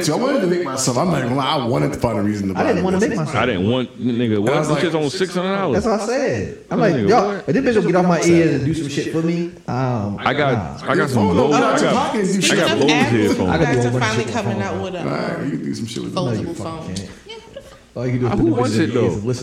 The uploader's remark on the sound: Its a little echo.. Its the Mic Fault.